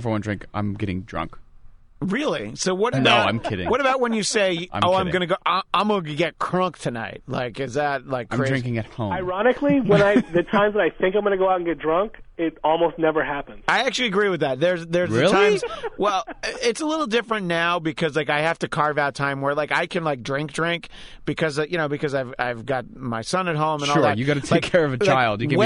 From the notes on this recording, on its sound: back on the phone